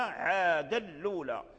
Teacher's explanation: نافع وأبو عمرو حذفوا الهمزة ونقلوا حركة الهمزة إلى اللام وأدغموا تنوين عاد في اللام